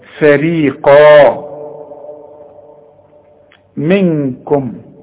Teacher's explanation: القاف، والقاف مدام بعدها مد بيبقى اعلى درجات التفخيم. اذا بتبدأ الكلمة بحرف مرقق جدا وبعدين بتنتهي بحرف مفخم جدا